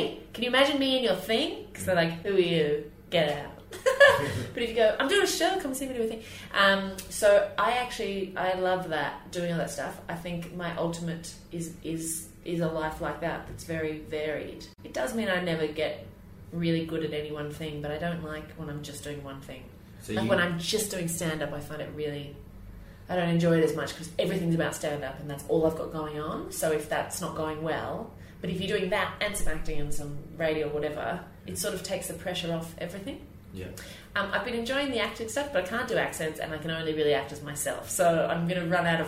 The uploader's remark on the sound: This week is an archive interview from 2014. Upstairs at the Camden Head pub in Islington.